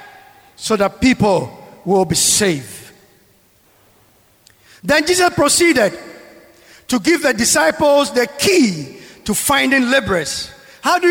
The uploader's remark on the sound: Sermon preached at CBC Shiashie Campus